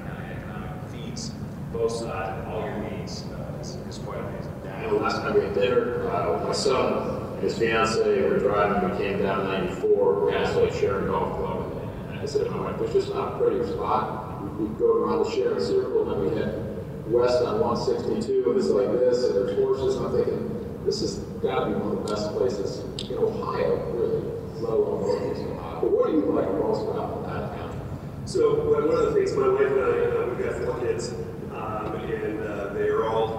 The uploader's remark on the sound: This installment of a cup and a conversation was recorded at a Medina County Economic Development Corporation meeting. At this meeting they held a speed podcasting session with two groups of area professionals!